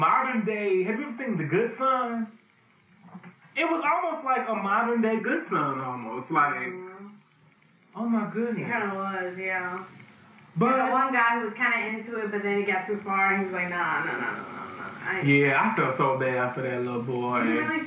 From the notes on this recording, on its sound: AUDIO MAY SOUND DIFFERENT ON THIS EPISODE.